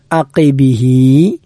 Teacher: അവിടെ ഐനും കാഫും ശ്രദ്ധിക്കേണ്ട അക്ഷരമാണ്. ഐന് തൊണ്ടയുടെ മധ്യഭാഗത്ത് നിന്നും കാഫ് അണ്ണാക്കിൽ നിന്നും പുറപ്പെടുന്ന അക്ഷരമാണ്